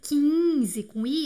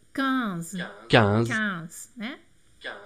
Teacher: O 15 tem que lembrar que ele é nasal · Shown in: second take · então ao invés de ser 15 com I, é 15.